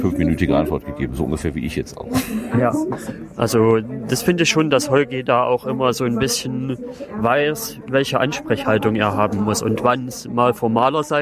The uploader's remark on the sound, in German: Chaos Communication Congress Wir waren auf dem 32C3 und haben jede Menge Interviews aufgenommen.